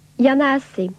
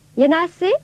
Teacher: des affirmations catégoriques avec une intonation descendante · Shown in: first take